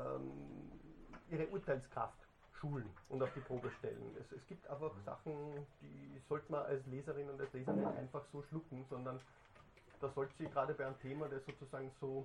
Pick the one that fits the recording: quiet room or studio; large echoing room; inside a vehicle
large echoing room